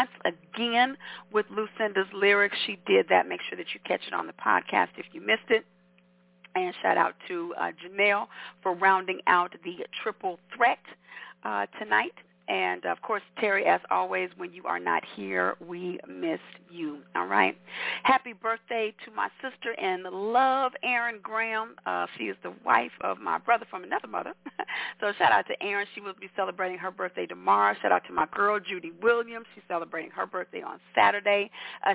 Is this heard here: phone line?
yes